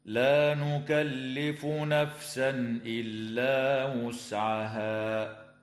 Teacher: التنوين في قوله تعالى نفسا إلا حكمه الإظهار الحلقي عند الهمزة، ويراعى قراءة كلمة وسعها بضم الواو، ويجوز الوقف على هذه الكلمة من قبيل الوقف الجائز، هكذا: لا نكلف نفسا إلا وسعها.